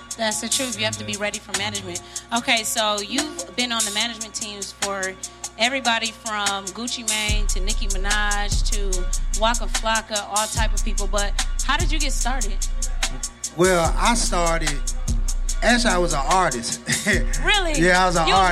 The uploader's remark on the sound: K-100 Radio was in the building broadcasting live at the ART OF RADIO showcase. In ATL.